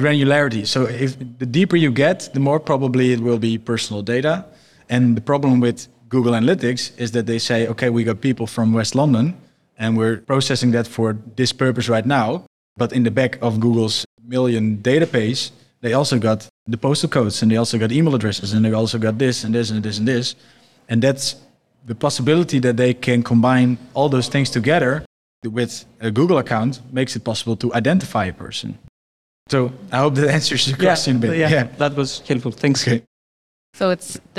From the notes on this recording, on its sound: This episode was recorded live at the Digital Analytics Summit on the 13th of October in Amsterdam.